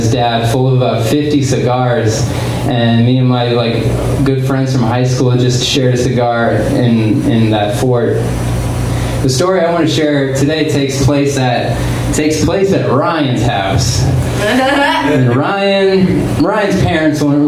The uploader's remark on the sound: Live from Genuine Joe's